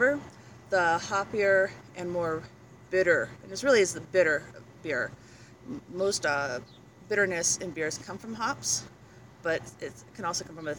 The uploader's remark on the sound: We recorded at Shoe's & Brews in Longmont, CO.